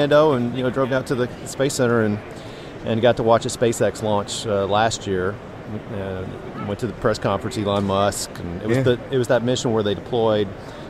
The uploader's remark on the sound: LIVE From #HIMSS17